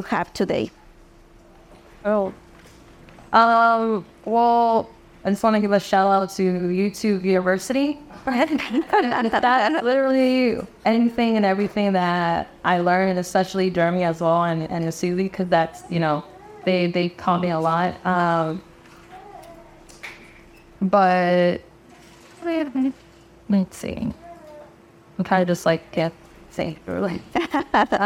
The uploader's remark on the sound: our very first “Live Recording” episode